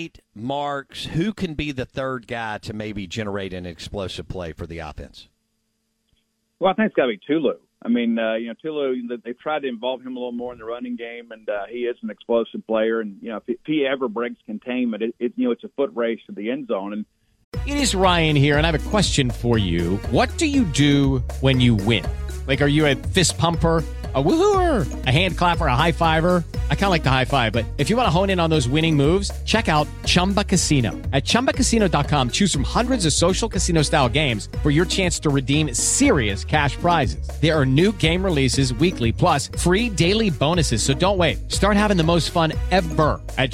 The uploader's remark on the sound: Joins the show on the Farm Bureau guest line talking about MSU heading into the Auburn game live in the BankPlus Studio.